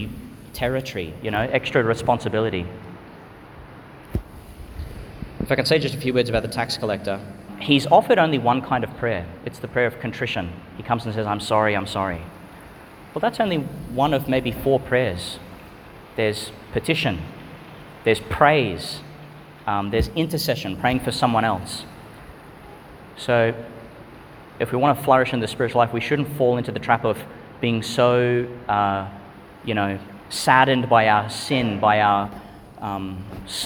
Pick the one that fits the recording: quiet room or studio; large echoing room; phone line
large echoing room